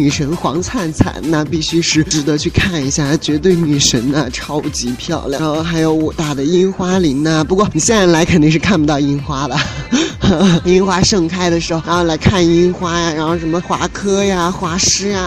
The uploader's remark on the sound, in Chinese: 录制在城市的车水马龙让你近距离感受武汉的气息。